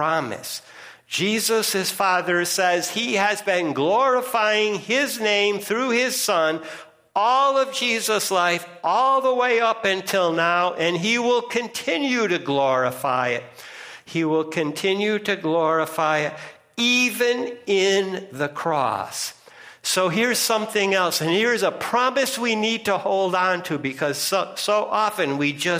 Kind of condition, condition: setting, large echoing room